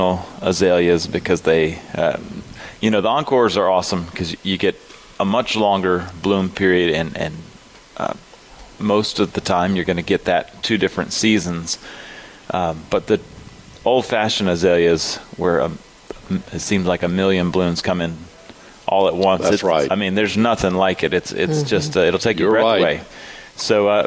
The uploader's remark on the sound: broadcasting live from Logan's Trading Company